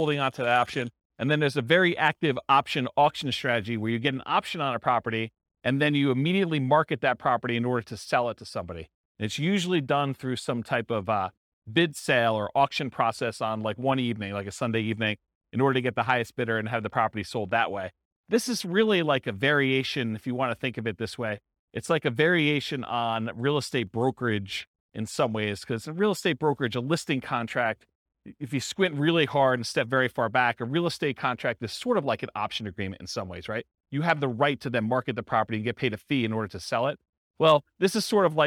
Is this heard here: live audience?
yes